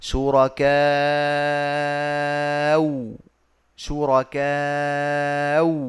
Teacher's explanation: سنلفظ بالهمزة مبدلة واوا خالصة فنقول شركاء شركاء ماشي بواو خالصة ما المد الذي يأتي معها